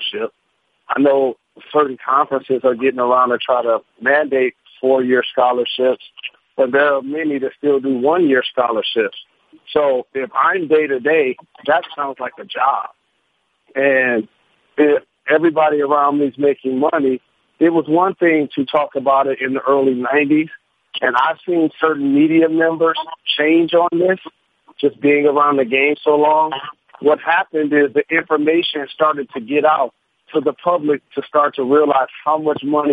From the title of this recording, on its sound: NBA On Christmas Conference Call